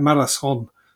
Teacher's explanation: Dutch and Germans struggle with a word like marathon because they roll their R and they don't use the th sound because they're more guttural.